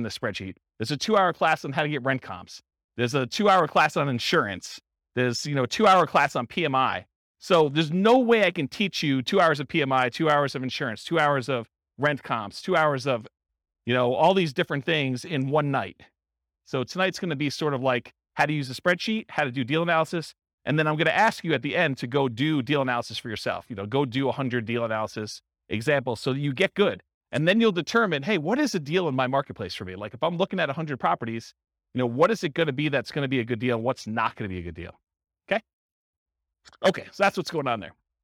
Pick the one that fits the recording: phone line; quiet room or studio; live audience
live audience